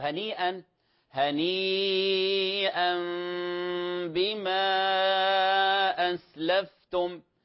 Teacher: المد المتصل والمد المنفصل اجتمع في هذه الآية، ومقدارهما 4 حركات، وهذا هو المقدم في الأداء عند الإمام الشاطبي رحمه الله تعالى.